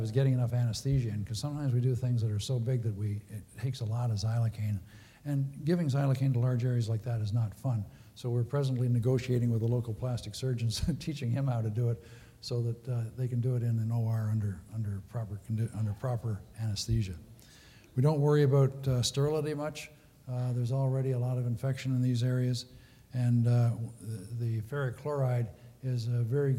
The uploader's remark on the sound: Recorded at the 2013 Summer SDPA Conference in St.